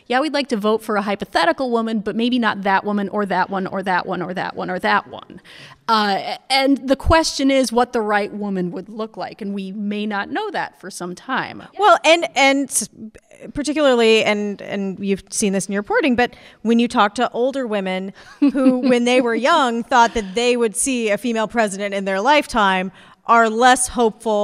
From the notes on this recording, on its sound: Recorded in front of a live audience at Drew University in Madison, New Jersey. As part of Drew Forum's Speakers Series.